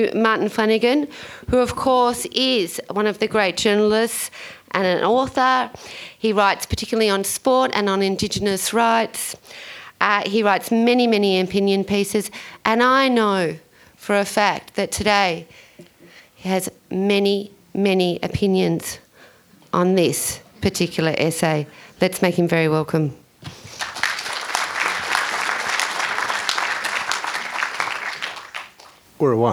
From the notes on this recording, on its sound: This is a live recording from our event.